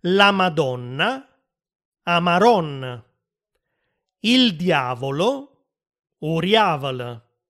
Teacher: Un altro cambiamento frequente è quello della D che diventa R.